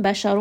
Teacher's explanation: So here in the word بَشَرٌ، رَا is going to be heavy because there is a ضَمَّة on the رَا